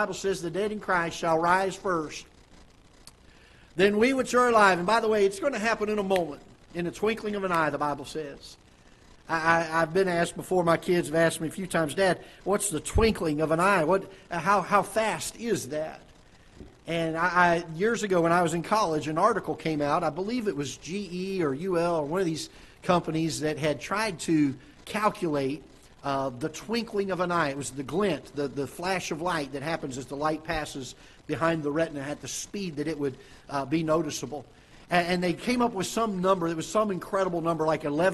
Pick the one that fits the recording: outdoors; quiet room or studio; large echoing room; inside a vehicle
large echoing room